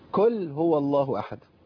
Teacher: القاف المضمومة كتير من الناس بيبدلها ايه بكاف، يقول كل هو الله احد.